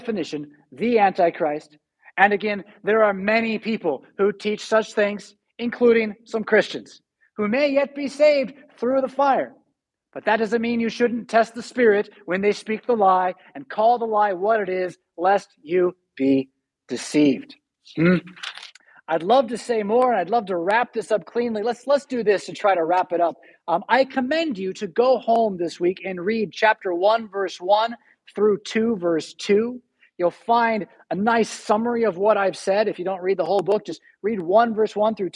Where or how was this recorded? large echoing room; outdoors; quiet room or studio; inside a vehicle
large echoing room